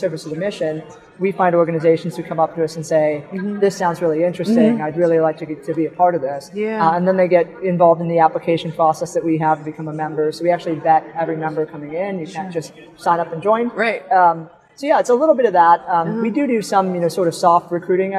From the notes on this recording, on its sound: live on the Expo floor of the NSC Congress